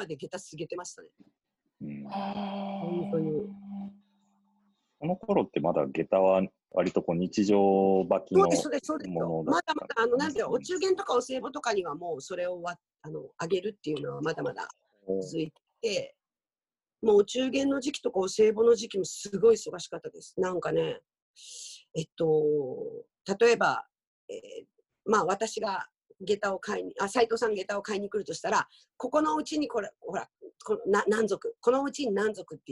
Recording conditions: video call